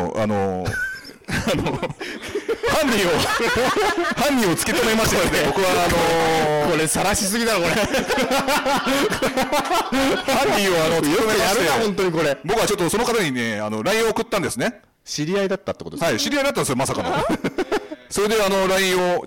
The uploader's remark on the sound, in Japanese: カテプロ公開収録 第2部。カテプロ公開収録が無事開催されました！